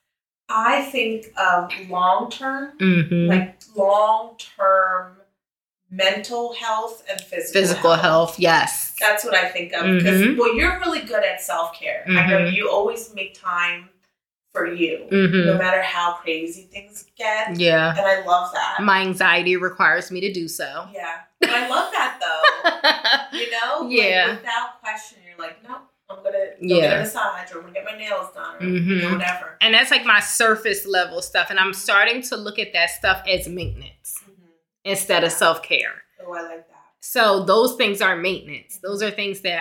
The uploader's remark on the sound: apologies for the audio